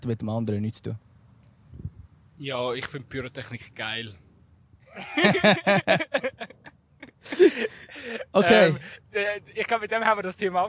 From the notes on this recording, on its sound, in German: live vom Fussballplatz in Altstetten